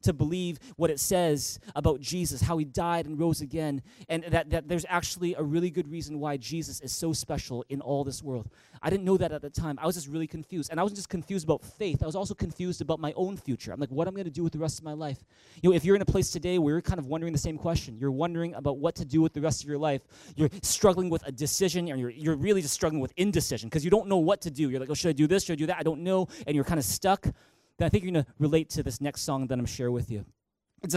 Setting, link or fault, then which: setting, large echoing room